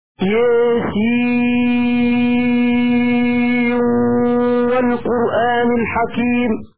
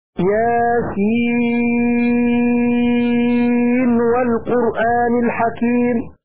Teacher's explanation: بالإمالة في ألف ياء وإدغام النون في الواو وصلا · Shown in: first take